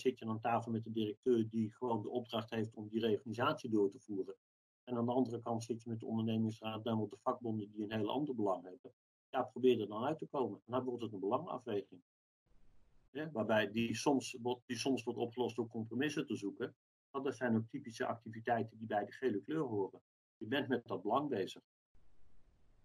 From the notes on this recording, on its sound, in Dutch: Deze podcast is online opgenomen.